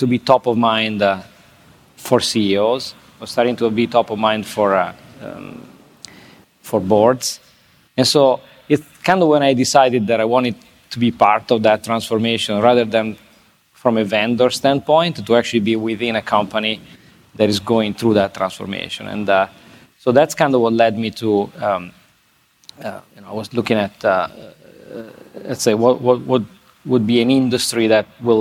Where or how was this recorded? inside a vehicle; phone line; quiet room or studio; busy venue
busy venue